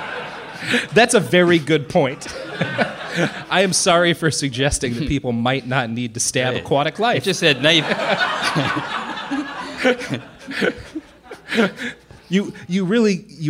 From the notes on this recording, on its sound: Joined live for SF Sketchfest.